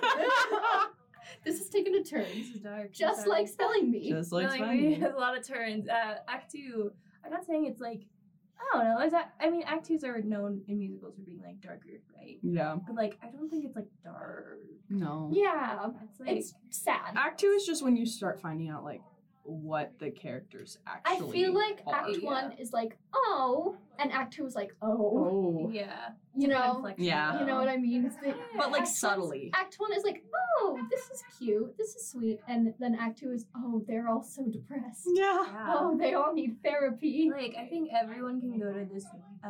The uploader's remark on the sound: The recording computer decided that it hated us today and the audio was recorded on the incorrect microphone, so the audio quality is a little subpar.